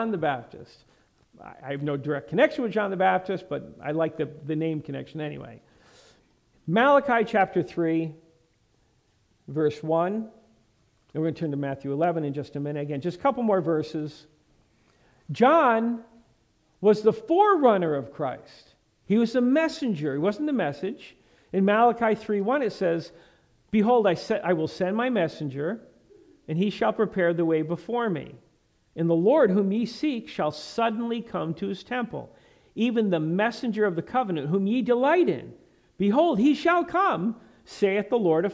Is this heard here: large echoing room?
yes